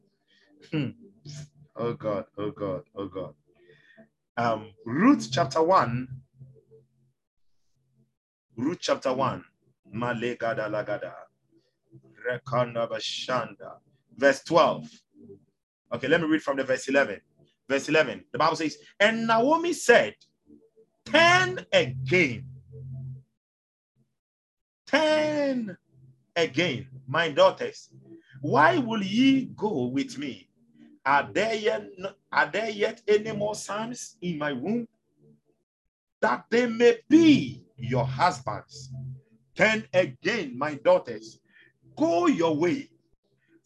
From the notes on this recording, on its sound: Zoom meeting.